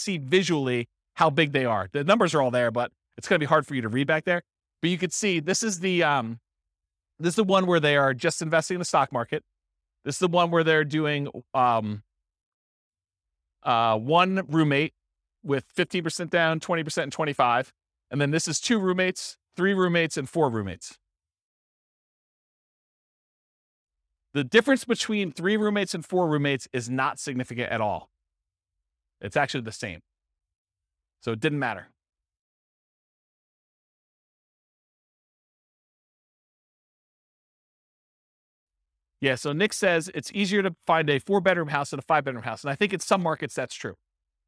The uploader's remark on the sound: This was a live class recorded.